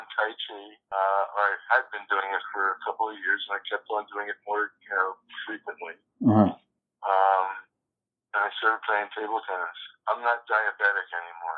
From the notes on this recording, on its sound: Audio quality is not so good, I was recording for the first time in these discussions.